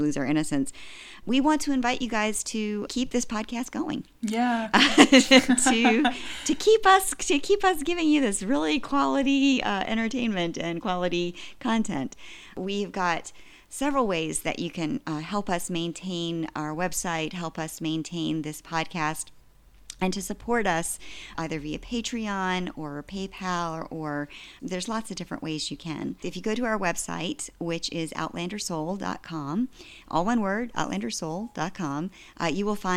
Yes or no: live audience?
no